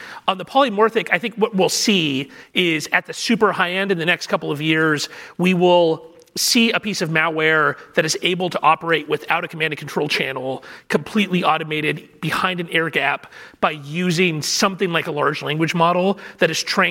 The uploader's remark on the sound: Hosted by the William and Flora Hewlett Foundation Cyber Initiative and Aspen Digital, Verify 2023 brings together journalists and cyber and tech policy experts to discuss critical issues in cybersecurity. For this live recording of the Lawfare Podcast.